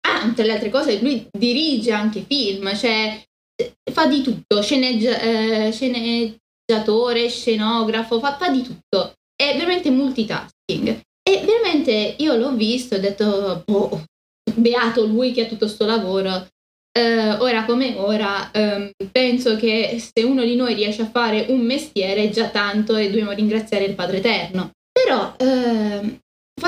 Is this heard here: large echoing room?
no